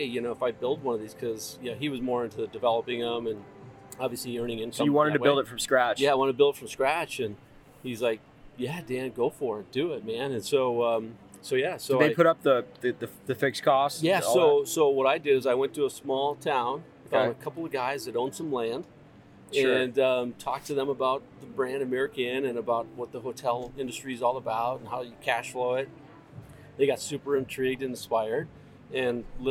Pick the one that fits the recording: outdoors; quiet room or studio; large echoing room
outdoors